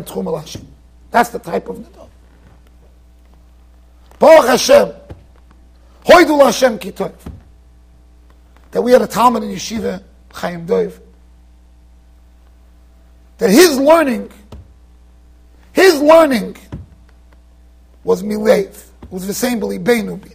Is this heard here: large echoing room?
yes